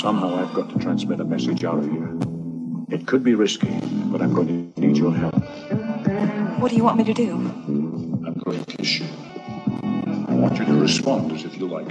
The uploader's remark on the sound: Record a virtual commentary track. We’ve included bits of audio from the movie throughout so that listeners can follow along without the movie as well.